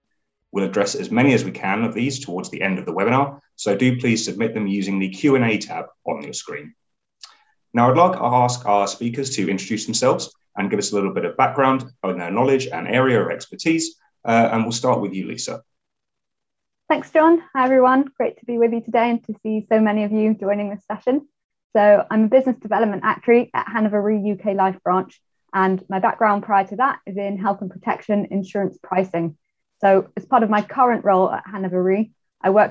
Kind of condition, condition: link, video call